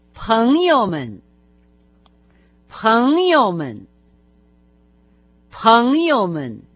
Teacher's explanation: Таким образом, «друзья», в особенности в качестве обращения, по-китайски будет «паньёмэн». В этом трехсложном слове только начальный слог произносится с тоном, а именно со вторым тоном, а два последующих слога с легким.